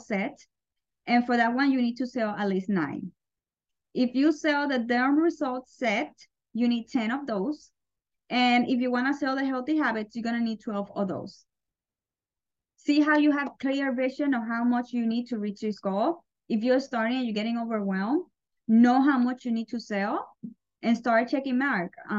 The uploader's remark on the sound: Today I am sharing a quick live call we did on our "Unapologetic Club".